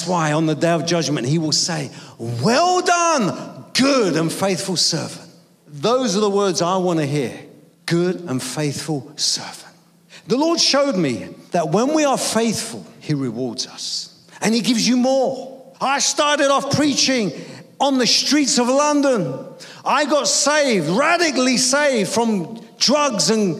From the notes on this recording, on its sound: preaching at a Church in Thailand